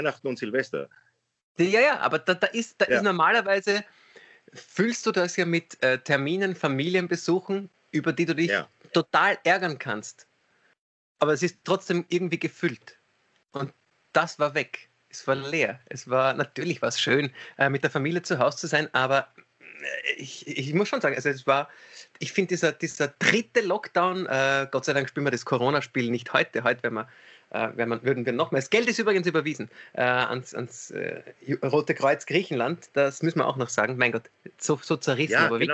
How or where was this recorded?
video call